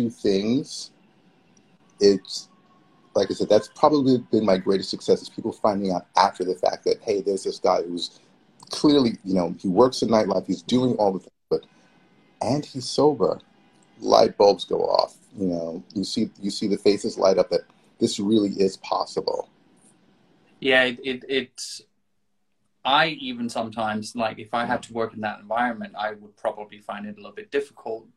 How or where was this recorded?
video call